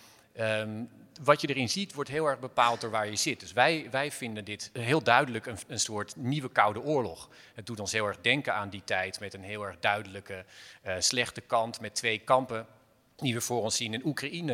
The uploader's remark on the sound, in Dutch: Een speciale Buitenlandse Zaken , live vanuit de Stadsschouwburg Amsterdam.